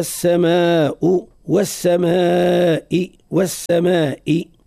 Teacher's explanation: يلزم نمد نبالغ في المد أكثر من القصر · Term: مد متصل